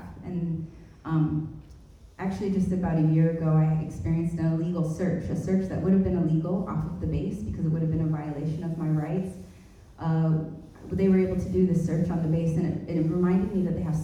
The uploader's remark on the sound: This week, we present to you the audio from our most recent event. Co-hosted by the Justice and Peace Office and the Independent and Peaceful Australia Network (IPAN). The discussion panel featured two keynote speakers.